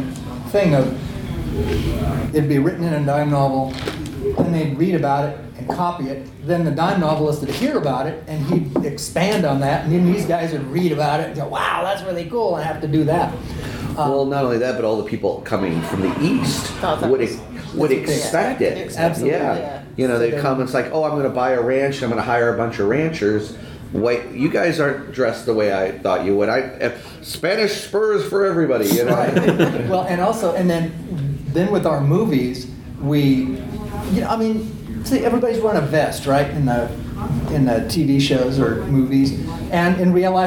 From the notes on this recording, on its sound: A Westercon 69 Panel. Over the July 4th holiday weekend, I was honored to be a program participant at the Westercon convention, an annual literary science fiction convention that travels around the western states from year to year. For 2016, Portland OR won the bid to host Westercon 69.